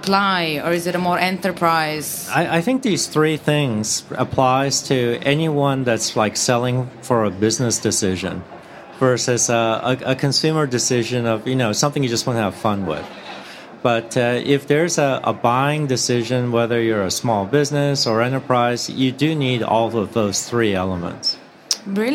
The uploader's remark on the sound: recording live at the Podcast Studio at SaaStock18